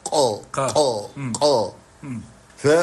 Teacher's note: القاف يعني تعقد غليظ في العمق، واضح جدا في مخرجها